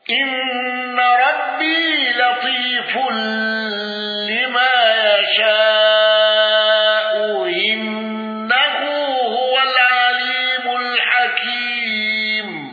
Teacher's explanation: الأصبهاني على الوجه السابق بإبدال الهمز الثانية واوا